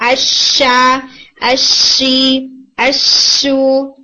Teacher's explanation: अच्छा, इसको जब हम sense करते हैं ना इन लेटर्स को, तो जैसे मैंने आपको बताया कि शीन में आपको एक स्प्रेडी एरिया लगता है कि जबान का जो तमाम वसत है वो ऑलमोस्ट ऊपर जाके सॉफ्टली हिट करे